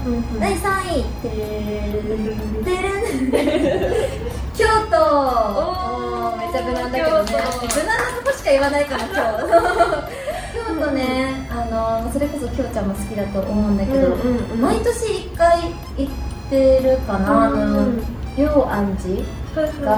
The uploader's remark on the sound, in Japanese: 番組初となる公開収録が開催！